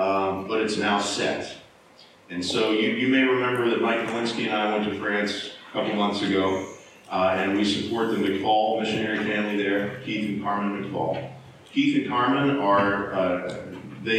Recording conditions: poor sound quality